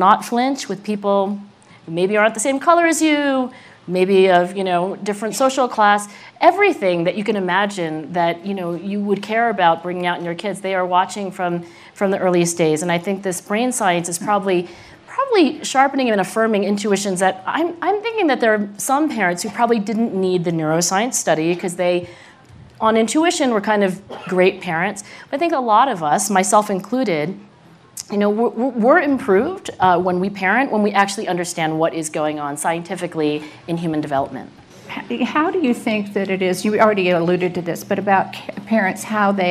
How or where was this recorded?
busy venue